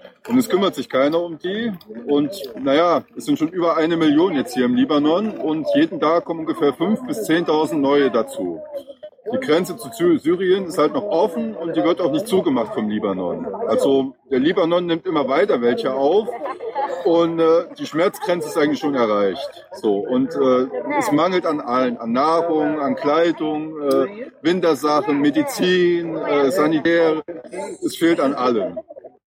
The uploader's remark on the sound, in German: In dieser Sendung haben wir live aus einem Flüchtlingslager berichtet.